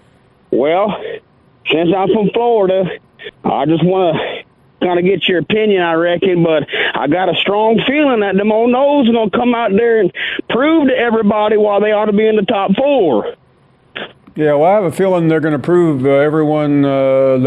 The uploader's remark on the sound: Callers